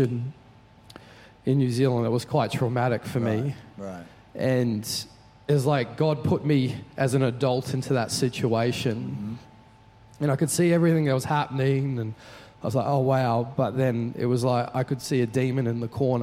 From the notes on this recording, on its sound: Recorded during our 5pm service on Sunday, the 3rd of September 2023.